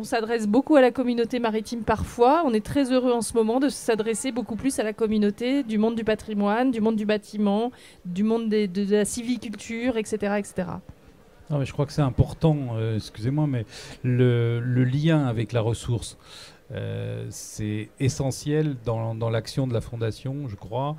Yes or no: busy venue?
yes